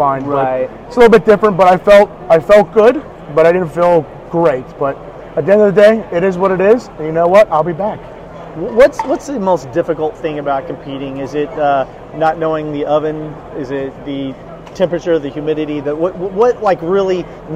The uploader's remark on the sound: PPNE 2022 Show Floor Sessions. From the show floor at the Atlantic City Convention Center.